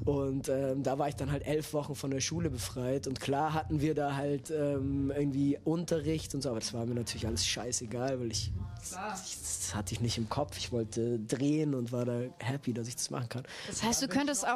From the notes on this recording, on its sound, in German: Auf dem Tapefabrik-Festival in Wiesbaden. Es ist eines der fünf Interviews, die wir vor Ort gedreht haben.